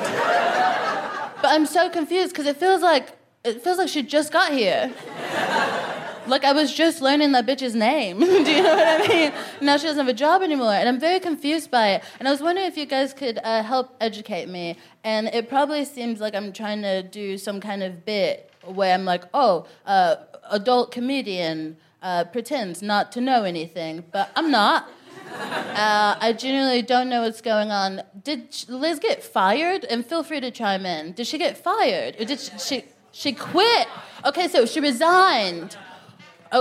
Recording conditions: busy venue